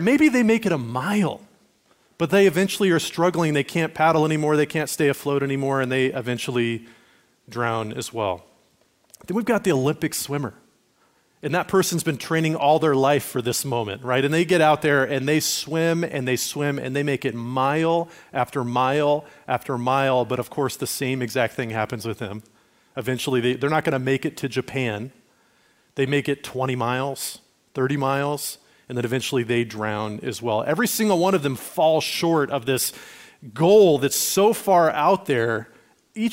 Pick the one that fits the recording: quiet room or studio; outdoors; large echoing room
large echoing room